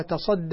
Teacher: ورش يقرأها بتشديد الصاد لأنها أصلها تتصدى، فأدغمت التاء في الصاد فصارت صادا مشددة. أما حفص يقرأها تصدى على حذف التاء إحدى التاءين